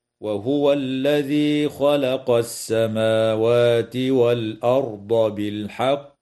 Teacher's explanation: يجوز الوقف على كلمة بالحق من قبيل الوقف الكافي، مع وجوب قلقلة القاف وقفا في كلمة بالحق